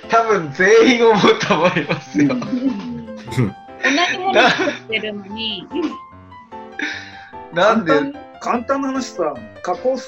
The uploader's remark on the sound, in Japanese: zoom音声の録音ですので、お聞き苦しいところがあるかと思います。